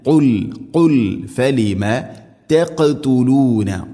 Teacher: ഖാഫിനെ ഖൽഖല ചെയ്യണം, അഥവാ ശരിക്കും കേൾക്കണം